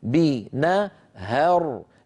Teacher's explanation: الهاء مرققة لكن الراء اللي بعدها مفخمة